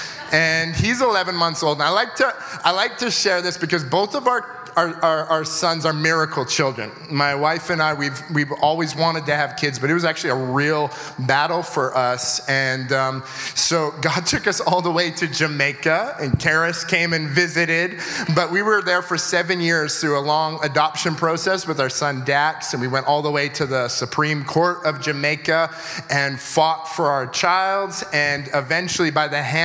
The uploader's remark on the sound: at our September 2022 Gathering (at the Church at South Edmonton)